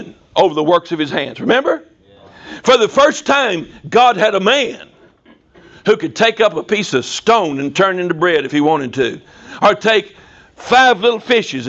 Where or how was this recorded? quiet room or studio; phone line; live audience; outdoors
live audience